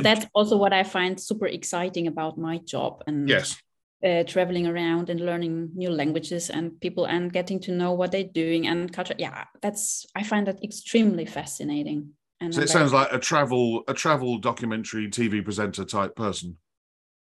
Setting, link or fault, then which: link, video call